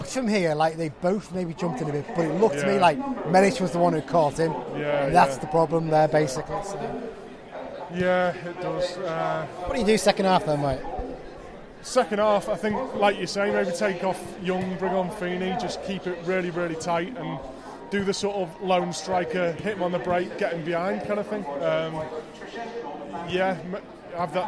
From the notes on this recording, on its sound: This weekend the lads travelled down to the south coast to see United take on high-flying Exeter City. Along the way, they recorded some bits of chat as well as crowd noises of the key moments in the game to bring you a bit of a taste of the atmosphere at St James Park. There's some slightly fruitier language than usual in this episode due to the crowd noise - pretty much impossible to edit out.